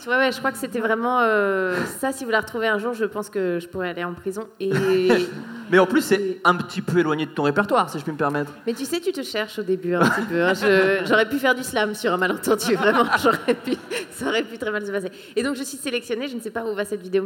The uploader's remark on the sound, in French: De Retour En Public